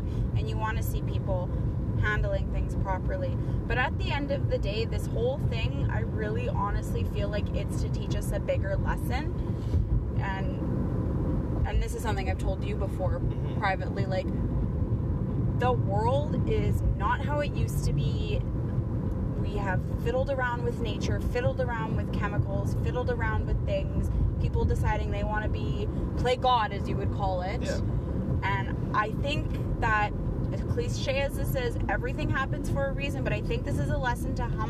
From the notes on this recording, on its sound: Picked up the wife and sprung this on her lol. I wanted to try out a recording while driving in the car from her work.